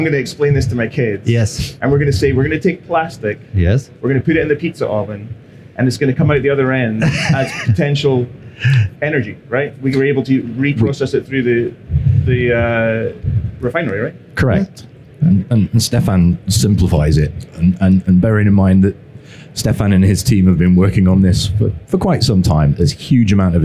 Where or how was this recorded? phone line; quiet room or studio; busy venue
busy venue